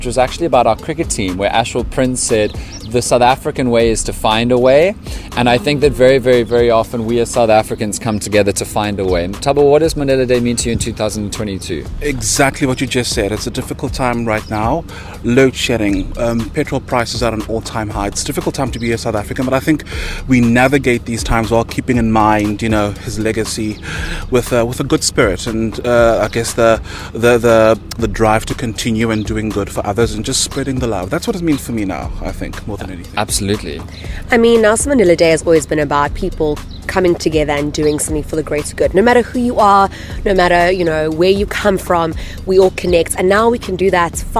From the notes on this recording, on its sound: live from a community garden in Zwide for Mandela Day